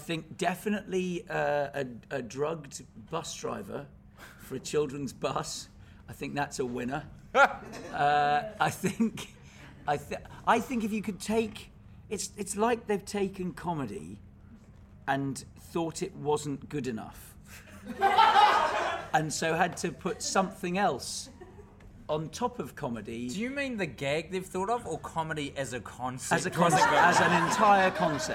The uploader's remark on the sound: Also, as part of the NZ International Comedy Festival, the boys have recorded the epsiode live in front of an audience in downtown Auckland at New Zealand's only full-time comedy club, The Classic.